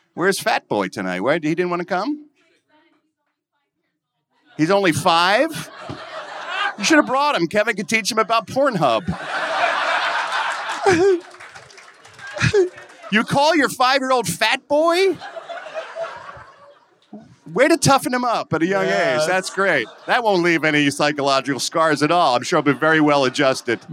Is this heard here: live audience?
yes